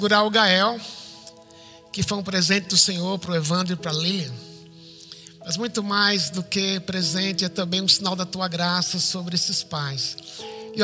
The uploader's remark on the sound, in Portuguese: IBMorumbi Culto Ao Vivo